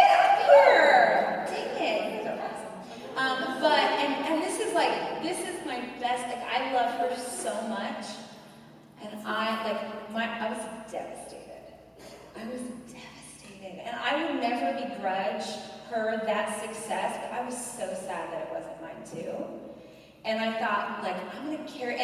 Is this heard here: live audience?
yes